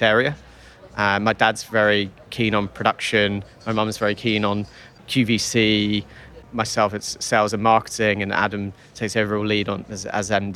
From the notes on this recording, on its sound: Recorded at Spring Fair 2022. Recorded at Spring Fair 2022.